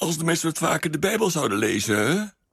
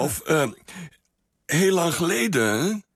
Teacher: ze aan het eind van een zin vaak het laatste woord een klein stukje verlengt, als dat laatste woord eindigt op een stemloze medeklinker, op een zwakke medeklinker.